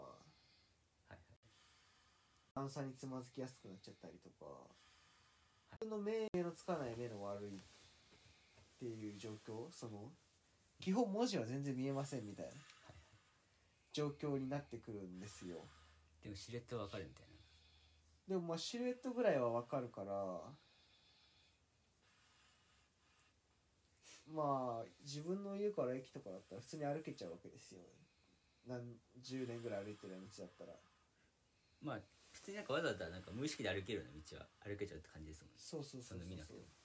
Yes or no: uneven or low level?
yes